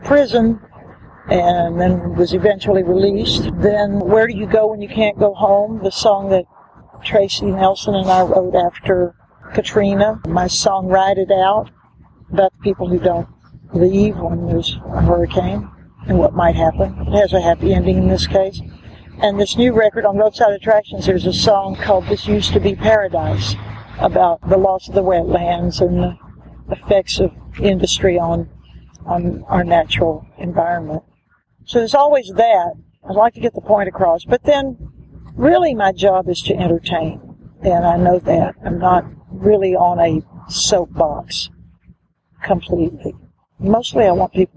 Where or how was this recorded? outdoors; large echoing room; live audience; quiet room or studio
outdoors